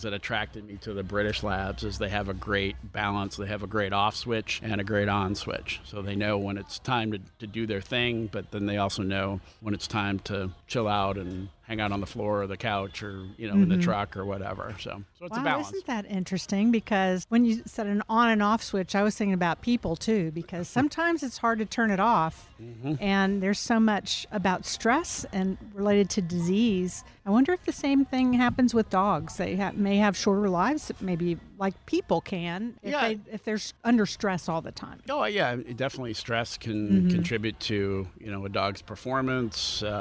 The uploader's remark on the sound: Recorded at Tusculum Brewing Company